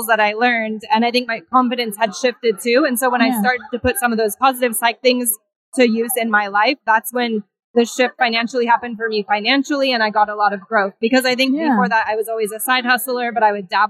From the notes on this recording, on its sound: We are coming to you LIVE from Fincon 2023 in New Orleans.